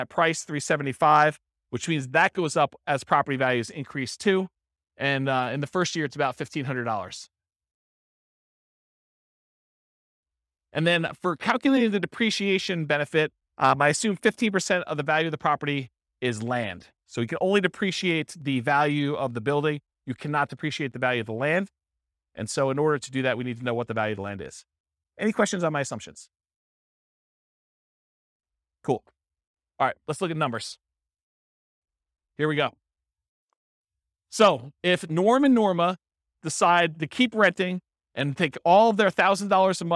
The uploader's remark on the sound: This was a live class recorded